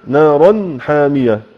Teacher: إظهار حلقي كذلك لوقوع الحاء بعد التنوين